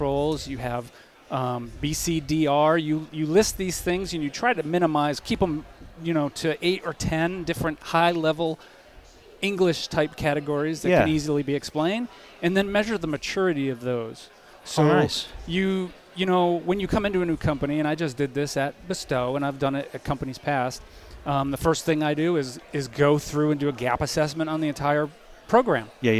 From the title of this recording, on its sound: LIVE! at CISO XC